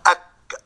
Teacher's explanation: الكاف تخرج من أقصى اللسان مع ما يقابلها من الحنك الأعلى